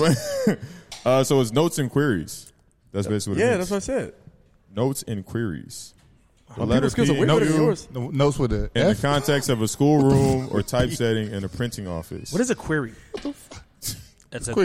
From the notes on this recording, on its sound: The Mics are joined by a live audience in this episode.